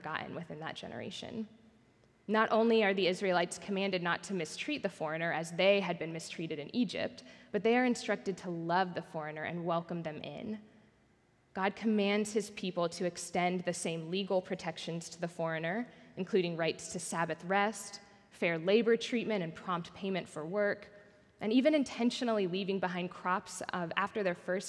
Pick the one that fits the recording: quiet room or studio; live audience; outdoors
live audience